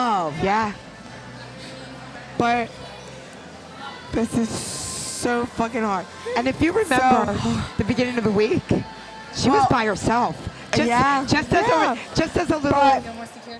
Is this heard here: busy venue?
yes